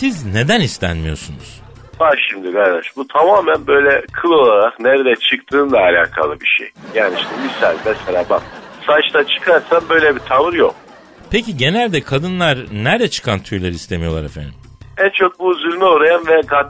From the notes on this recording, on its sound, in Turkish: Rus iklim bilimci ile telefon görüşmesi. Istenmeyen tüy ile telefon görüşmesi.